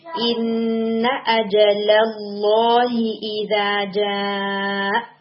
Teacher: پھر اسی طرح سے لینتھ سے ریلیٹڈ آئے نمبر فور میں جو ورڈ ہے ان اجل اللہ، یہ جو ان ہے یہ آپ کا تھوڑا اسٹریچ ہو گیا تھا، ان تھوڑا سا اسٹریچ آؤٹ ہو گیا تھا، تو یہ شارٹ کر کے پڑھیں گے